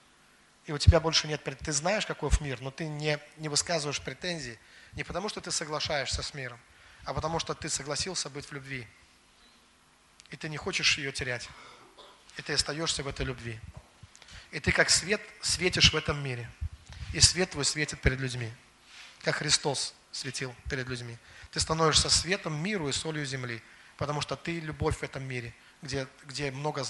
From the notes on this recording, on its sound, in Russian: Запись со служения церкви Дом Божий г. Великие Луки.